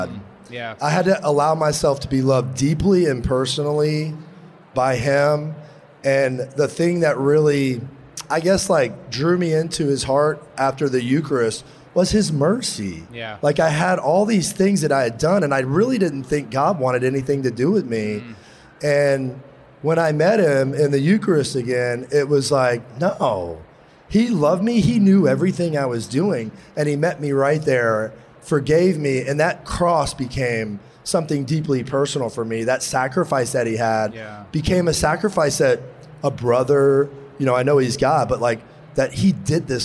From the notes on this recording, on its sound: We have a special episode of The Catholic Gentleman recorded in front of a live audience at SEEK 2023 with The Catholic Talk Show.